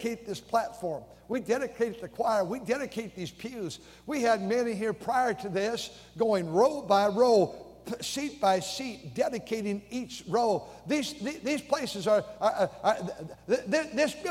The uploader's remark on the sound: during the Wednesday Evening service on July 12, 2023, at North Valley Baptist Church in Santa Clara, California